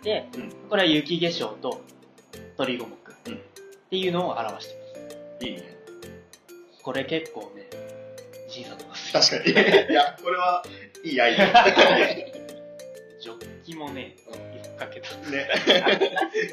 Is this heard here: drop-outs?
yes